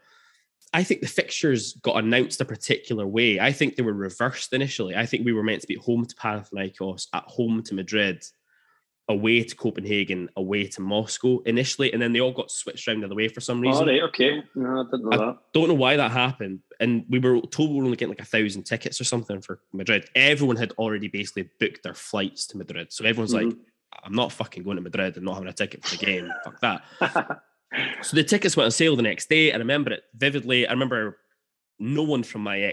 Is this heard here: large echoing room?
no